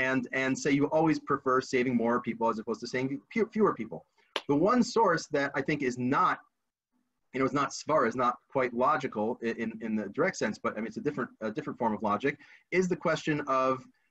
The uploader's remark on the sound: This audio was originally captured from Zoom